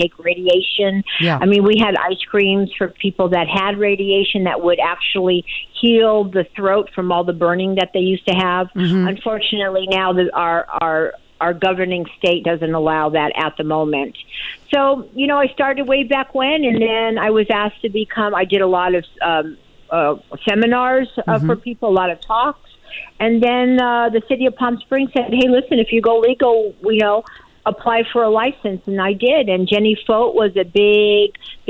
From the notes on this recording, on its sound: calls